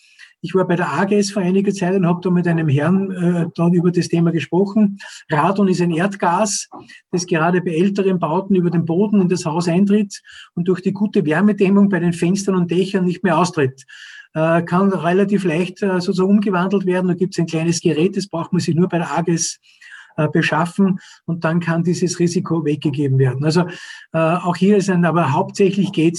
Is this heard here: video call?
yes